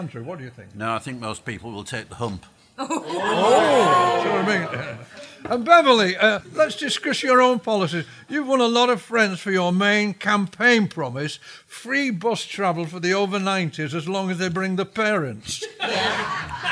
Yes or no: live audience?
yes